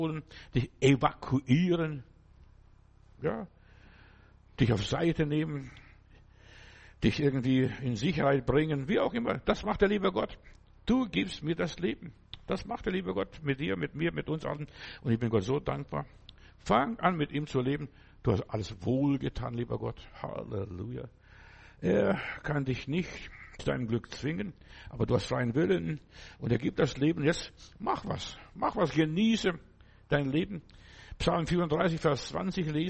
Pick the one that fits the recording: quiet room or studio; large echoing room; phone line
large echoing room